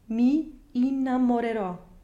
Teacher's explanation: the consonant before the stressed syllable is very light, in this case a slight flipped R. Two actually, both of them very lightly flipped because they're both between two vowels.